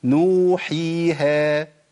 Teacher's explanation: بتمد مد طبيعي. يبقى عندي الواو تمد حركتين، الياء حركتين، الالف حركتين